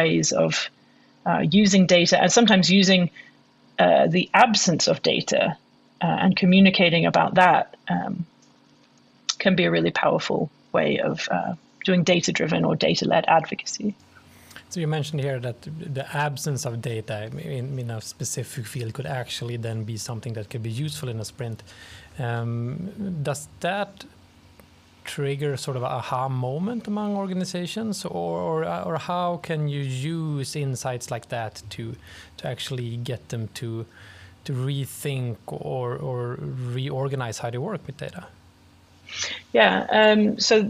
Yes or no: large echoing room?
no